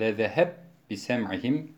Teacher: Ruveys aynen Ebu Amr'ın ravisi Susi gibi idgamı kebir yaparak lezeheb bisem'ihim şeklinde okur